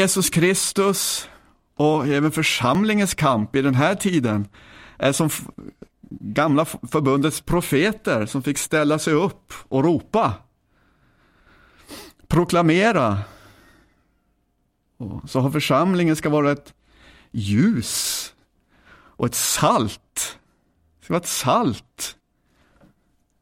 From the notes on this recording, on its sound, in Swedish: Inspelad 16 februari 2010 kl 19 på Bällsta Missionscenter.